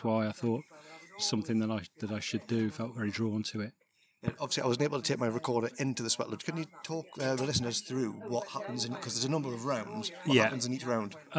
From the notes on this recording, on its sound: This is my first ever field recording of a podcast. I travelled to Leiscester to Turtle Lodge Healing.